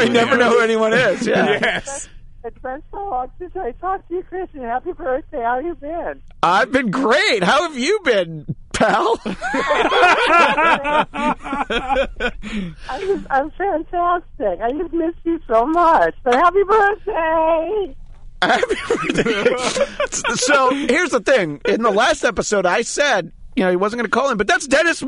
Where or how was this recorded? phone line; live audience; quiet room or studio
phone line